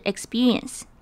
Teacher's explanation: 中间的 er 要分开来念，因为 r 开始又是另一个音节